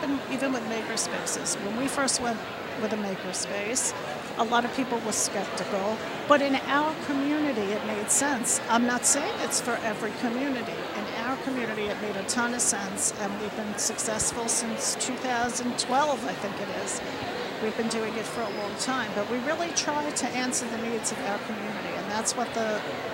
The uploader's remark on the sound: Long Island Library Conference Mini Episode. We were recording in a crowded hotel lobby so there is a lot of background noise but it still sounds good!! Thank you to the Long Island Library Conference for allowing us to record at their wonderful annual event!